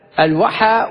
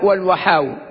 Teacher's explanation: الوحى بالألف الطويلة، وقد تمد فتكون بعدها همزة، الوحى والوحاو.